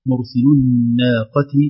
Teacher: لأن الراء ساكنة وتتبع ما قبلها، وما قبلها مضموم والضم متعلق بالتفخيم